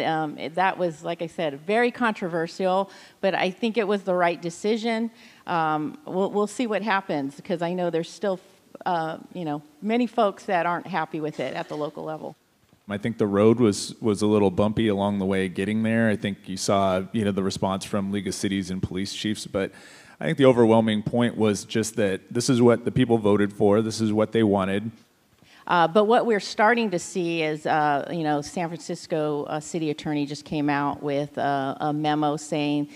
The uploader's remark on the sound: on-stage at the International Cannabis Business Conference in San Francisco this January